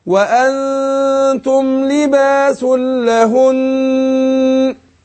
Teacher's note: النون المشددة، النون المشددة في لهن تاخد غنة حركتين